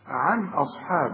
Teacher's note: النون الساكنة اللي بعدها همزة، الهمزة دي من حروف الإظهار، ما غنش، ما نقولش عن أصلا، عن أصحاب على طول.